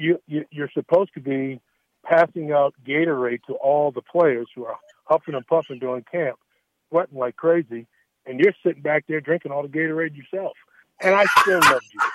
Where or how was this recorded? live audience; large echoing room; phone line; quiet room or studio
phone line